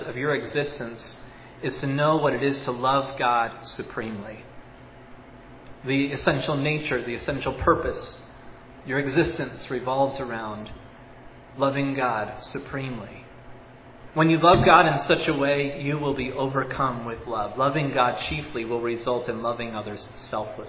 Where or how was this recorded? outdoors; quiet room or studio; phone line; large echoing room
large echoing room